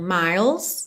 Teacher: …, atenção que você, do L, língua lá no céu da boca, você já vai pro S, tá? Não pronuncia essa letra E mesmo.